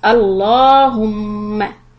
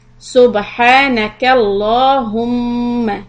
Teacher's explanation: when we say the word الله the lamb is stretched although in the Uthmani script you will see a fatha on the lamb but you will not see a kari zabar or a alif after it but we do pronounce it with two harakat long So it becomes Allahumma.